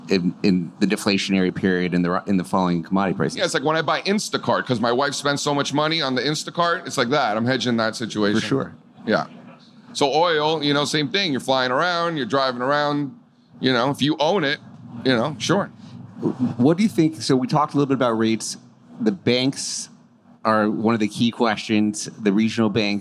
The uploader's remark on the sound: Live from the Future Proof Festival.